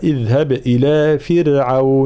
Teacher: في قوله تعالى اذهب إلى فرعون، كلمة فرعون دائما راء ساكنة مسبوقة بكسر أصلي فإننا نرققها